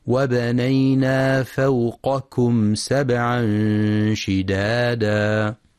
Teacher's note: يخطئ من يقرأ فوقكم بقافين أو كافين، والصواب أن يقرأ القاف باستعلاء ثم الكاف باستفال وهمس